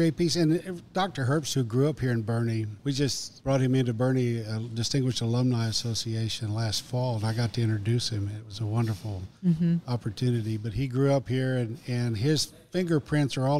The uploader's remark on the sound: Recorded at Tusculum Brewing Company